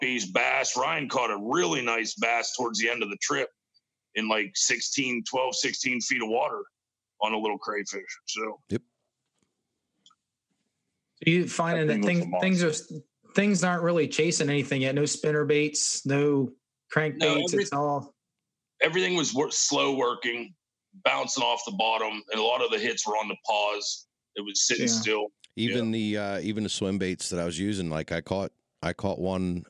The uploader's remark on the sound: The crew embraces the isolation with our first attempt at a fully remote podcast through Zoom.